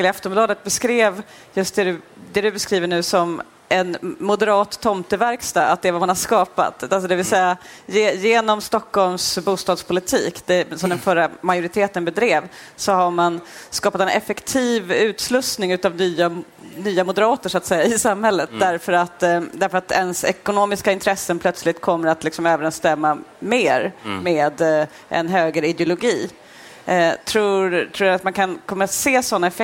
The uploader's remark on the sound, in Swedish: Detta avsnitt av Den ideologiska frågan är en livepodd från Almedalen